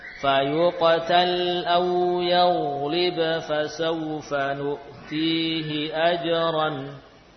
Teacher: Yani ada kedekatan makhraj antara ba dan fa. Namun ternyata kita dapati qiraah kita membaca ba yang bertemu dengan fa dengan jelas.